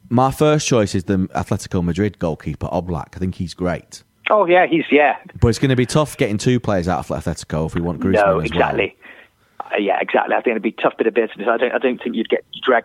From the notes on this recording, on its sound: on the phone